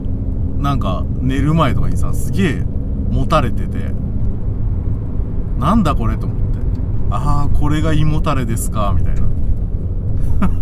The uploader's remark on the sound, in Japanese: 君は助手席で眠っていて。ただ運転して、ただ話してるから。車の走行音と運転手の声を遠くに聞きながら。